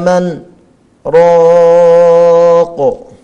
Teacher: النون مع الراء حكمها السكت مع الإظهار، لأن الإظهار السكت يمنع الإدماج